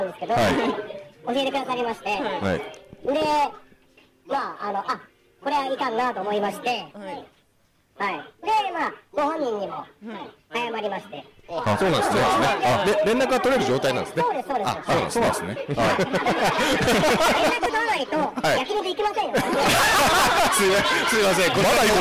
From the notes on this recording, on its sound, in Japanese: カテプロ公開収録 第2部。カテプロ公開収録が無事開催されました！